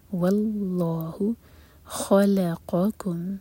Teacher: واللہ واو لائٹ رکھیں گے اور لام جلالہ ہیوی واللہ خلقکم خا ہیوی لام لائٹ قاف ہیوی